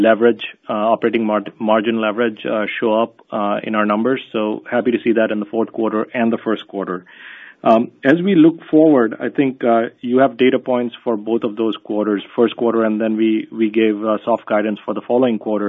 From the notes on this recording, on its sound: Earnings Conference Call.